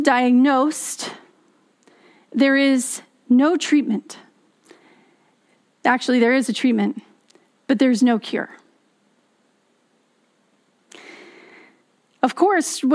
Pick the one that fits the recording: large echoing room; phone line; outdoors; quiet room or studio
large echoing room